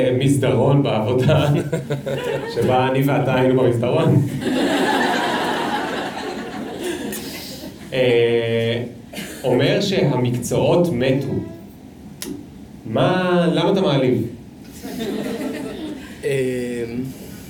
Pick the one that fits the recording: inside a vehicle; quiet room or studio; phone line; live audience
live audience